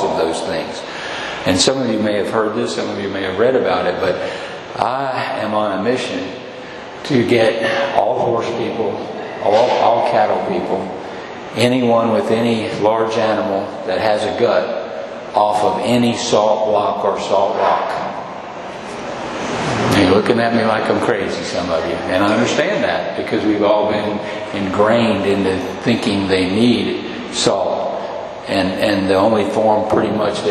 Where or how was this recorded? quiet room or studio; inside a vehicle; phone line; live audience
live audience